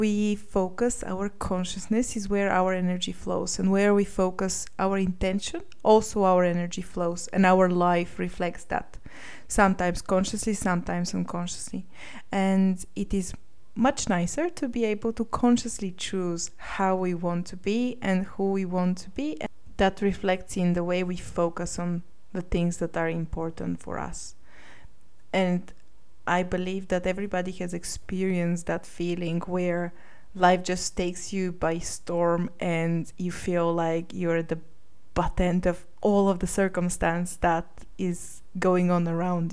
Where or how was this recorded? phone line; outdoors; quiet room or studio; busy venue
quiet room or studio